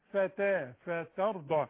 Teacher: الراء التخينة، لان الراء اللي عليها السكون اللي قبلها مفتوح مفقمة فتر، والضاد.